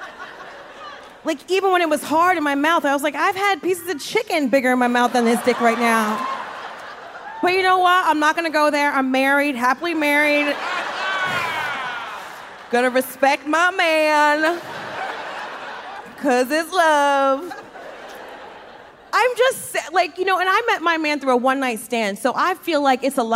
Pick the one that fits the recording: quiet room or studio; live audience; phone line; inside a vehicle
live audience